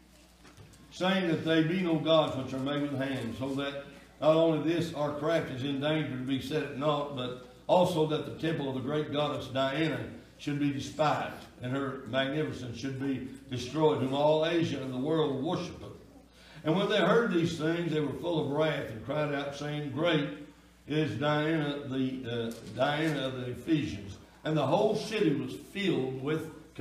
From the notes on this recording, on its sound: Sunday Night Worship Service